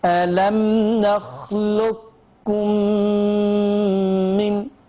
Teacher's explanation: آخر حاجة عشان الوقت انقضى سريعا، ألم نخلق لك، لاحظوا إدغام القاف في الكاف، واللي يبص في الكلمة القاف معراة والكاف مشددة، ما اسمعش غير كاف، لك ألم نخلق لكم من، ألم نخلقكم من، إدغام القاف في الكاف إدغام كامل